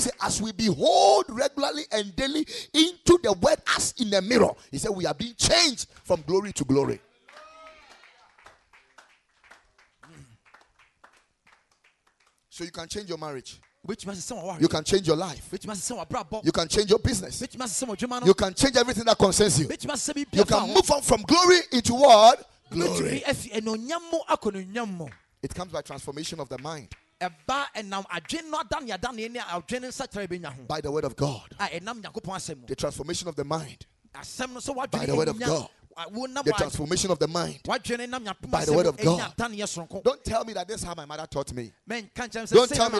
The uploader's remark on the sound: Preached at Ekklesia Chapel